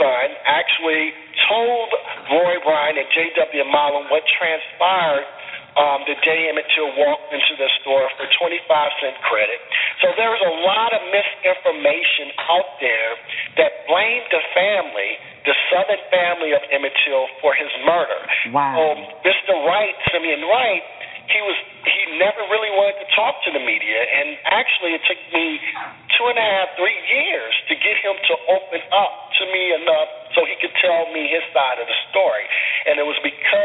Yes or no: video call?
no